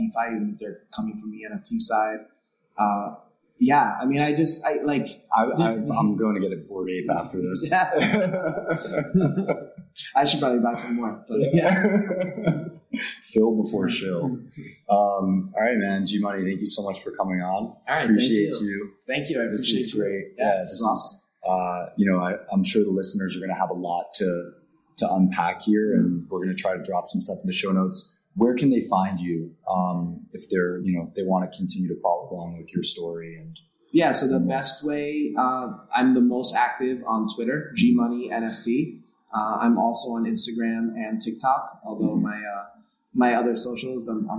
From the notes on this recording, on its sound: This was my first in-person recording in nearly 1.5 years. I forgot a bit of the best practices I had learned from previous episodes, so the sound quality is not the best.